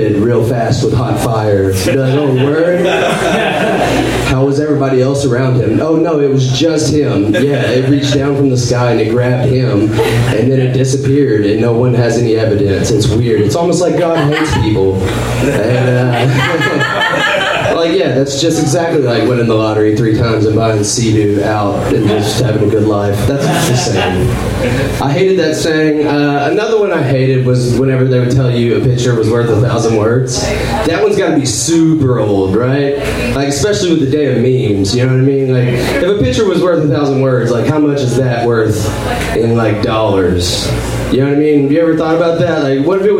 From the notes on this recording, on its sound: Live from Genuine Joe's